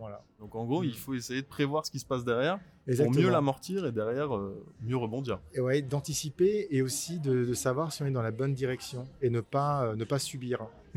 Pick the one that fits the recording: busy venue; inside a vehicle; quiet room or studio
busy venue